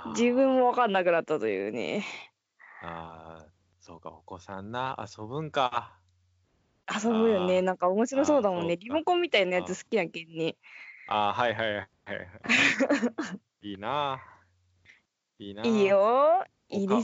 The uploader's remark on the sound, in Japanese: スカイプ機能の録音のため音質が少し悪いです。